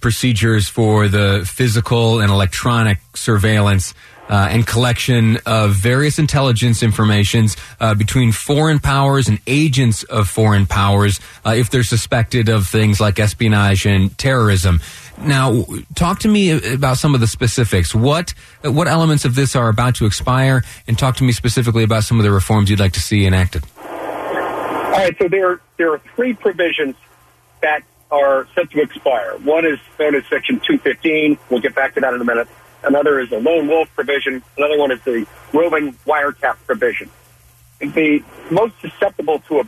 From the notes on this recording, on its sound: via phone.